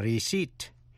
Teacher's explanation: âm P câm, không phát âm, đọc là receipt